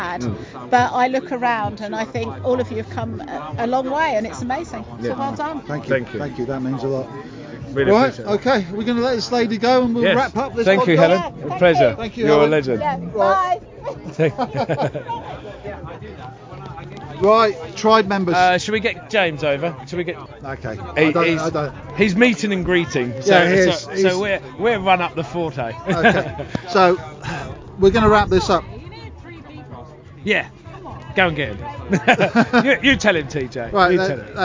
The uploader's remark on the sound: LIVE from our SONS OF ANXIETY LAUNCH PARTY. LIVE from our official launch party for our T-shirt brand.